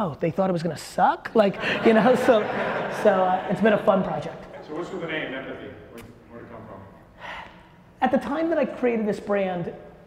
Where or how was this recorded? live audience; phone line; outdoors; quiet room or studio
live audience